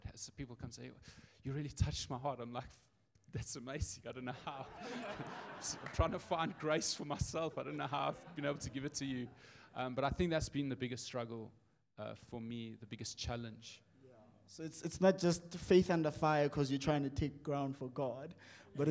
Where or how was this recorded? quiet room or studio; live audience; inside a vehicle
live audience